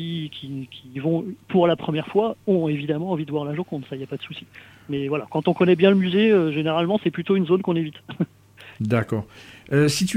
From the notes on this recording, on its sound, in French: reçoit par téléphone